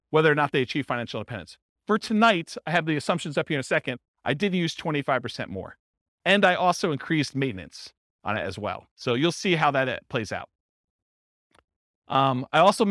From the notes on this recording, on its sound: This was a live class recorded